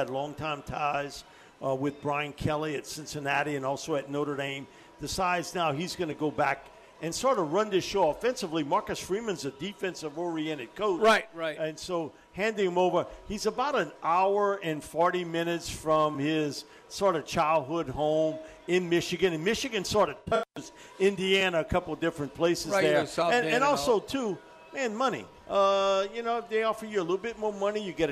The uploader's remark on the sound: broadcasting LIVE at Rouses in Covington.